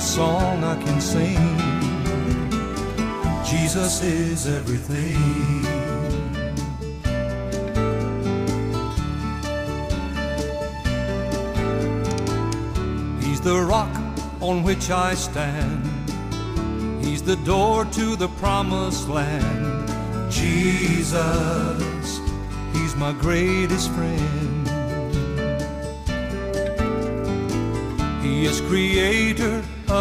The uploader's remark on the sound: delivered at "The Return" event in Washington, D.